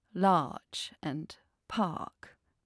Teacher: Non rhotic speakers don't pronounce the R, so they say large and park.